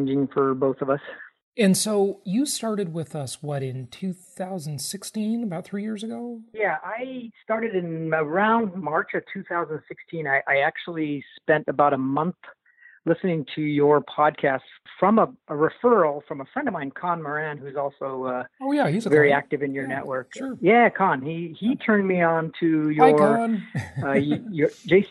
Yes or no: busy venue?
no